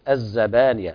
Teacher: في كلمة الزبانية المد هنا طبيعي، الزبانية لا تقول الزبانية، ما في مد هنا، مد طبيعي، يقدر مقدار حركتين